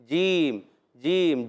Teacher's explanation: بعض بچے بڑے پڑھتے ہیں والجبال، چھ نہیں ہے پیارے بچوں، یہ ہے جیم. جیم کی ادائیگی ہوتی ہے وسطِ زبان وسطِ تالو سے